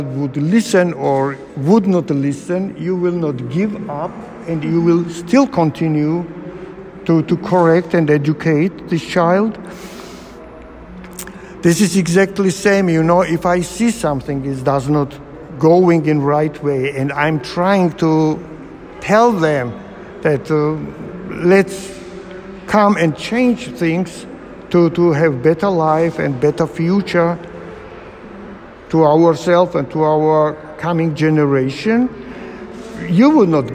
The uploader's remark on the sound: while walking through his current solo exhibition